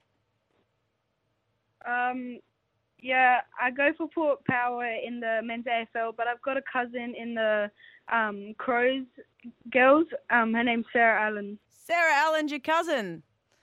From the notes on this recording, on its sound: jumped on the phone